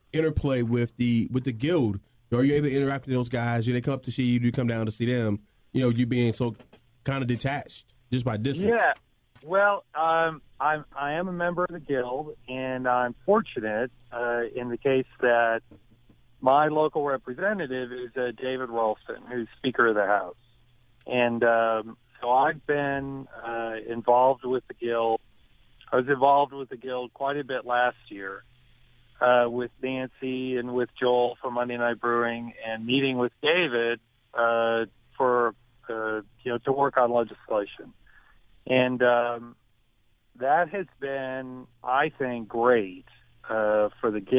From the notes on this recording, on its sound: He joined us on the show via phone this week.